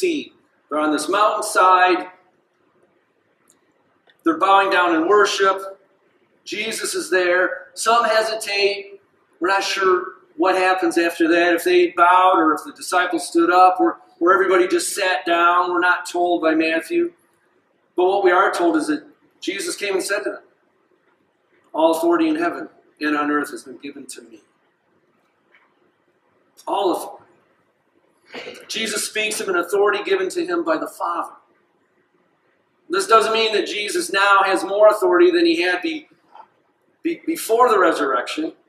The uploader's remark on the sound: This sermon was delivered on January 21st, 2024 at Grace Church in Granger, Indiana.